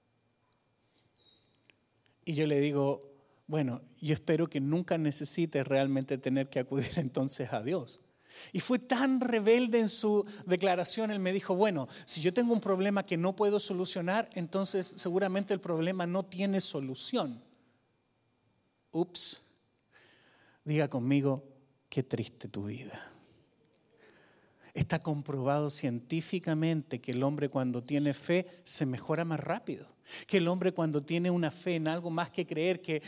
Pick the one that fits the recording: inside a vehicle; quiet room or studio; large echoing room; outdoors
large echoing room